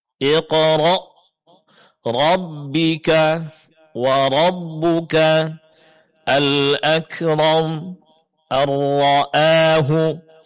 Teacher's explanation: ini semuanya huruf ra ditebalkan karena dia berbaris atas.